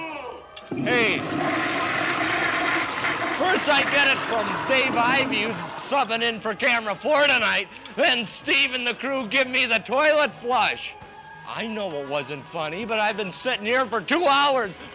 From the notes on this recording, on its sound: (Semi) Live from Cinema Wasteland in Strongsville, Ohio. (Semi) Live from Cinema Wasteland in Strongsville, Ohio.